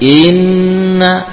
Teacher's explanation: Langsung ke nun, kemudian dipanjangkan gunnahnya, bukan memanjangkan hamzahnya. Hamzah satu harokat.